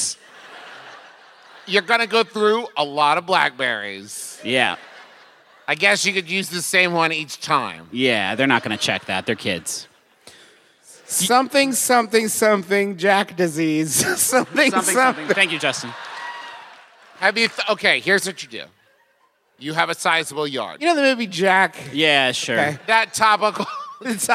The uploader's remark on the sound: Making this the perfect time for us to deploy our recent live show from lovely, soggy Indianapolis.